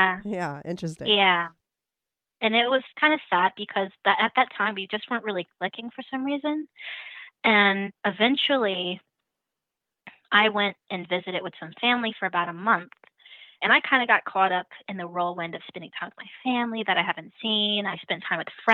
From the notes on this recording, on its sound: She called in tot talk all about it.